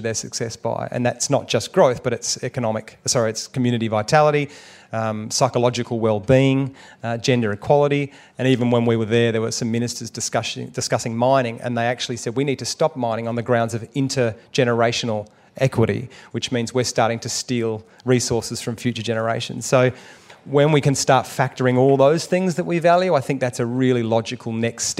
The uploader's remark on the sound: at the Byron Writers Festival